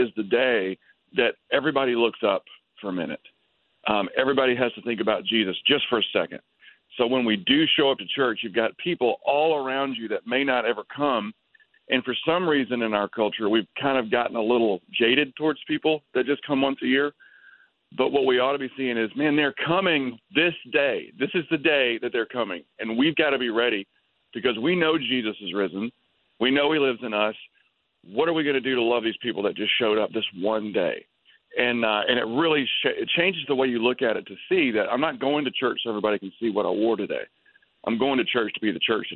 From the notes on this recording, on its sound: on the Batphone!